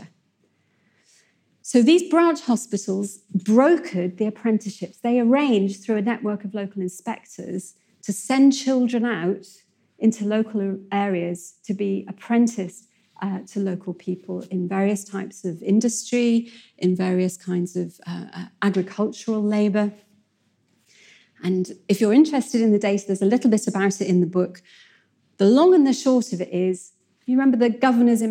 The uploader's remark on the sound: In a lecture she delivered at our 2019 Chester History Weekend